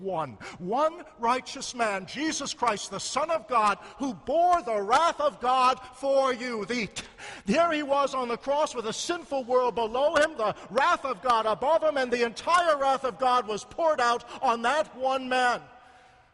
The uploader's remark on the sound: a sermon preached in the Concordia Seminary Chapel